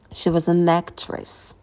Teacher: Wasn't — это неударные слова, а actress — это ударное слово, и мы на этом слове подпрыгнули, погромче его произнесли.